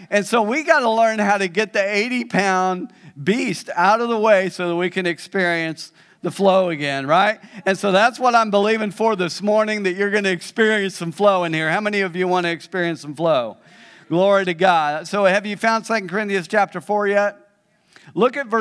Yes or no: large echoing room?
yes